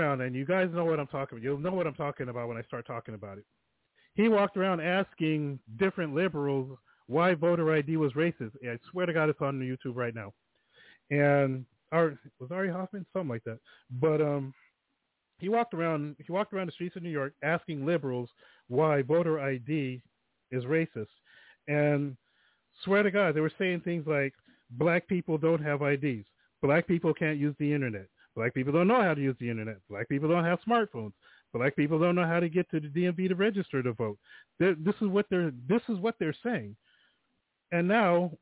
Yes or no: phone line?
yes